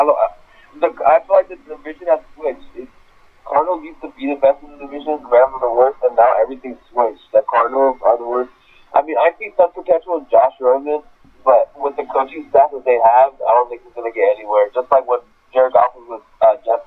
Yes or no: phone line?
yes